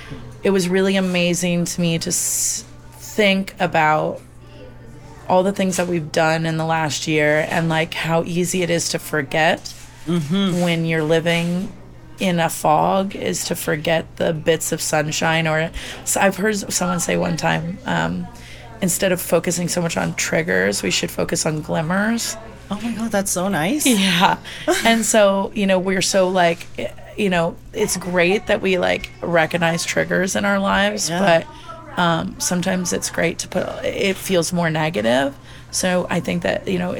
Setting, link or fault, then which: setting, busy venue